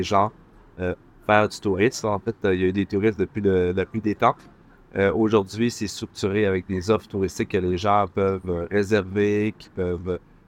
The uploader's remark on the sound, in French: En direct des Plaisirs d'hiver à Bruxelles. Une rencontre merveilleuse et riche de découvertes mais un peu bruyante au vu de la situation de l'enregistrement !